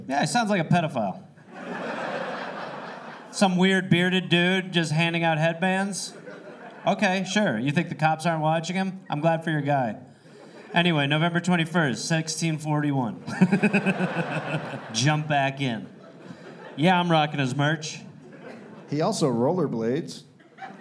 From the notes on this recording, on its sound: Recorded live at Comedy Works South in Denver.